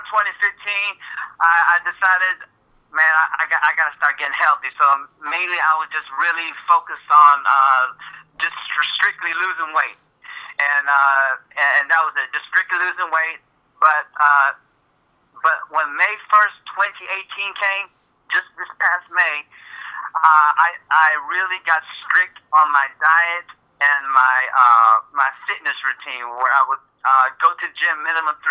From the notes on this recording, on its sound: For my first phone conversation on the podcast